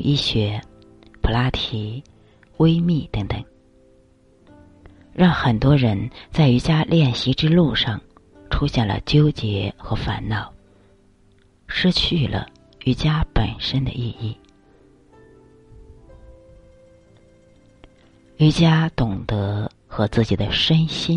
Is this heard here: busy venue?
no